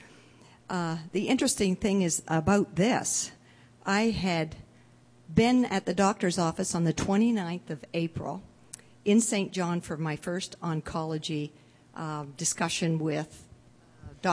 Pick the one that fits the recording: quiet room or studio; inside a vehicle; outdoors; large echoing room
large echoing room